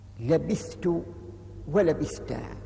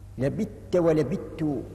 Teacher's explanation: بالإظهار أي بالفك بحيث لم يدغم الثاء في التاء · Shown in: first take